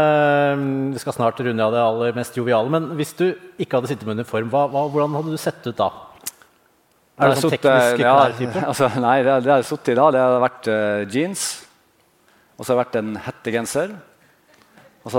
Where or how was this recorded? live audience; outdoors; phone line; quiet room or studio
live audience